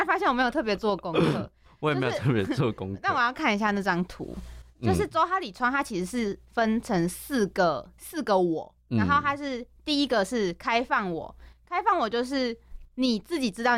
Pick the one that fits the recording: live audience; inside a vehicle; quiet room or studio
quiet room or studio